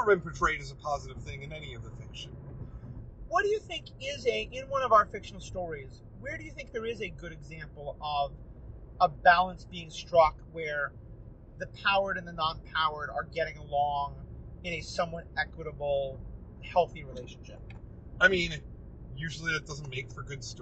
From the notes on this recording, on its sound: While zooming down a highway? We took advantage of another long car trip to bring you a car talk episode, recorded on a phone in a car.